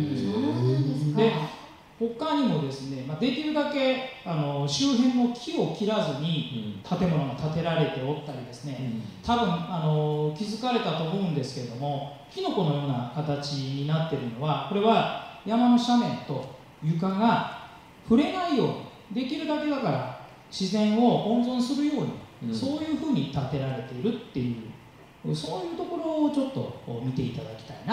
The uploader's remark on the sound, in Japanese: 11/27公開録音Part1